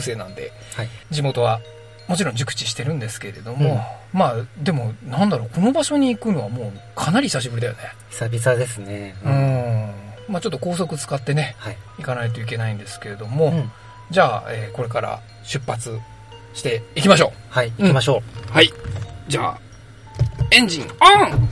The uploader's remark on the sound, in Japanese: GWなので車でめぐるよ！出身地のスポット。いわくつきの神社と古戦場跡。僕らの出身地であるさいたま県のスポットに10年以上の時を経て再訪します。音声メディアなのにロケ回というチャレンジを今回もまたおこないました。